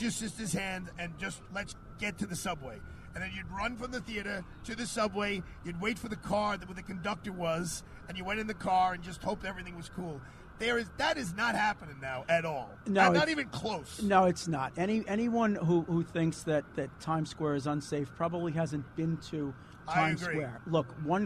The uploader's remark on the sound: Live Broadcast from Father Duffy Square, in Times Square, NYC